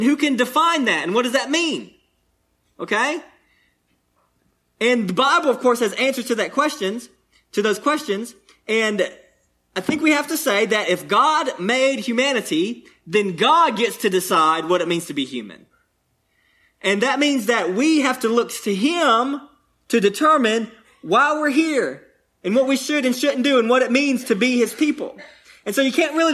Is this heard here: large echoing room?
yes